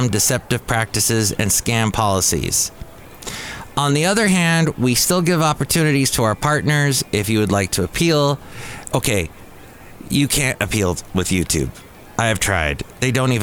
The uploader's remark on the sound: podcasts live from Café Anyway